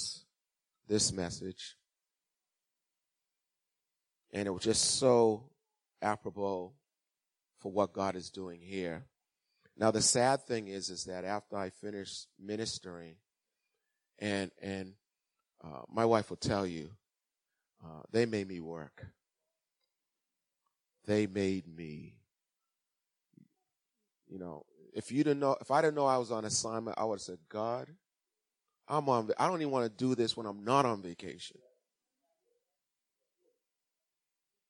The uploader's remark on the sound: Recorded on 2016-03-06 at 08:30am Service